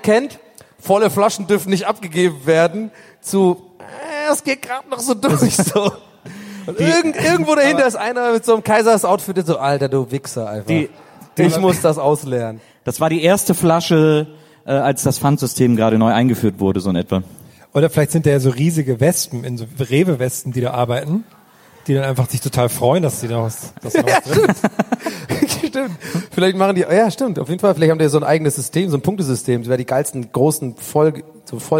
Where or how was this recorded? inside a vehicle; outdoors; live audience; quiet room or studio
live audience